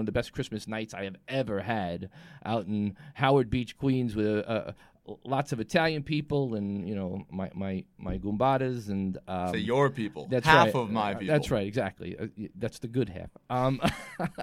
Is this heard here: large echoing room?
no